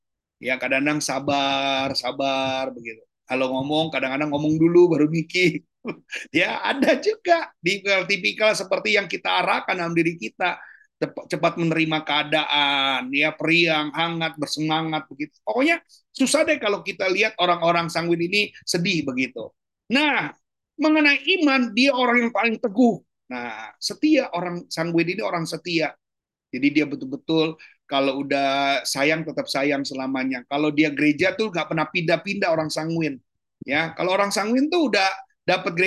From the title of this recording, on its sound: Audio Zoominar